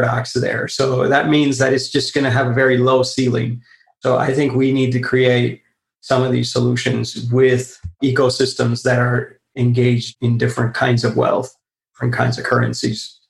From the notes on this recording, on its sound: This chat was recorded live as a webinar for SOCAP, a global impact investment summit that takes place annually.